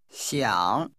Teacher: would like is pronounced with a falling, rising tone.